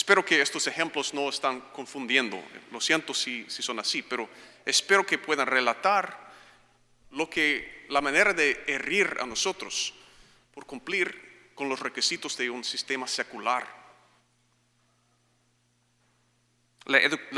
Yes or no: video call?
no